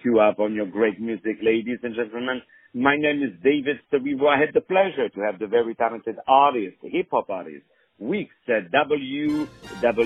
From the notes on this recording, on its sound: On the phone